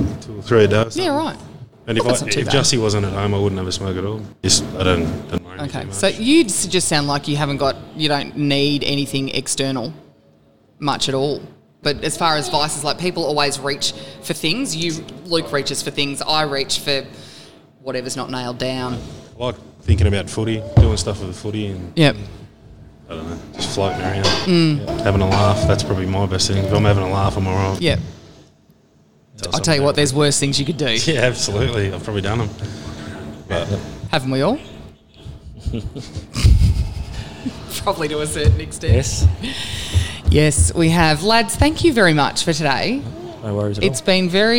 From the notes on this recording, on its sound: To sit in the cafe and bare their souls in front of a microphone